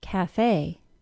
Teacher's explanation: The word cafe not only does not have a silent E, but the final syllable is stressed and is pronounced with a long A sound, cafe. While the word cafe does not follow the common A consonant E pattern, it does follow the pattern that words relatively new to English tend to retain more of their original pronunciation and spelling.